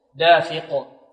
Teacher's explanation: القاف مفخمة وكذلك مقلقلة، مفخمة لأنها من حروف خص ضغط قظ حروف الاستعلاء، ومقلقلة لأن من حروف ماذا؟